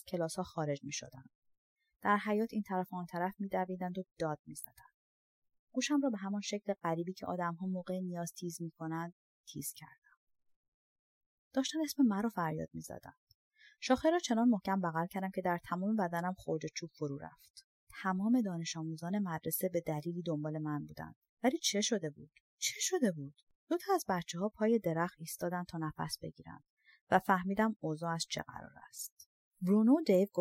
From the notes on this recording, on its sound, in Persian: کیفیت صدا بده - شرمنده